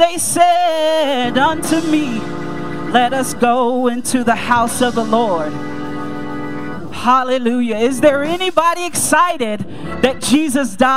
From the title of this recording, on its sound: Mt. Calvary Baptist Church, Dayton, OH 2-18-2024